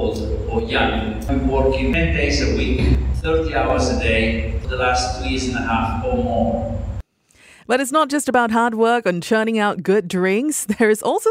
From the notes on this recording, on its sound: SIPS Barcelona. The World's Best Bar 2023 was just announced right here in Singapore this week. At the press conference after their win!